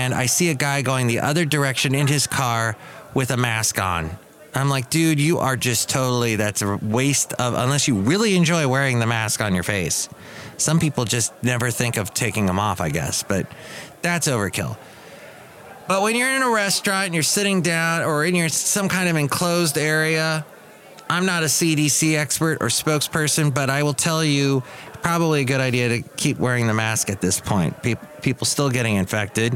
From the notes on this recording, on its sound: podcasts live from Cafe Anyway